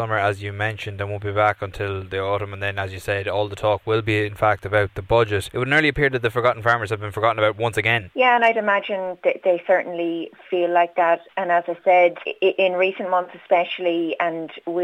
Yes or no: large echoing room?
no